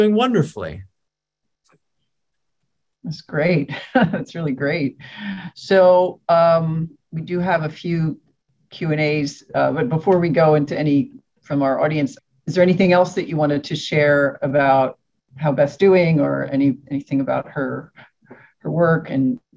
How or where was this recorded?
video call